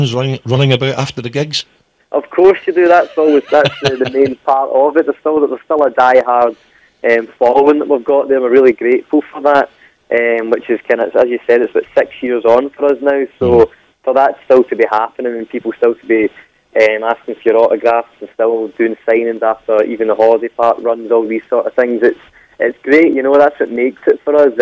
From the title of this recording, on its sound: Telephone Interview